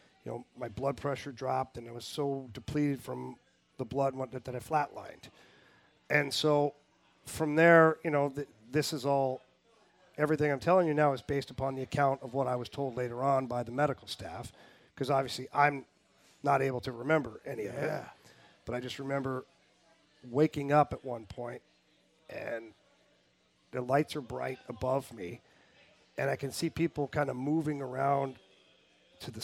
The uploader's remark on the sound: LIVE TAPING AT TWIN PEAKS.